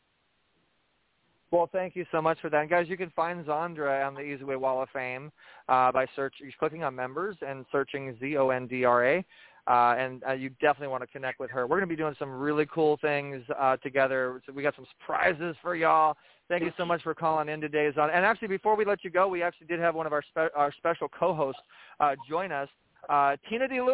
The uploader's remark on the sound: This is a call in podcast. This podcast is broadcasted live on Blog Talk Radio and then put on IHEART Radio via the eZWay Network.